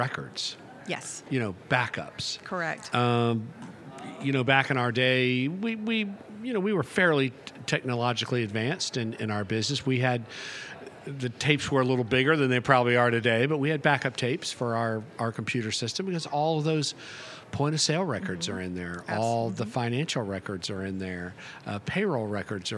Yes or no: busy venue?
yes